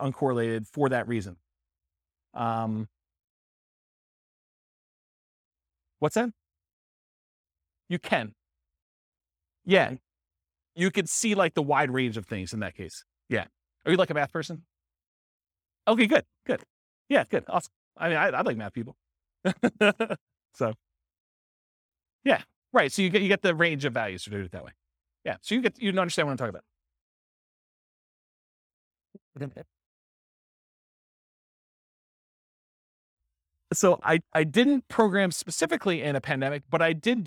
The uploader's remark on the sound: This was a live class recorded.